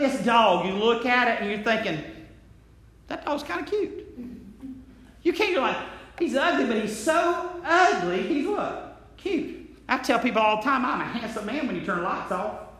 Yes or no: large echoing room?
yes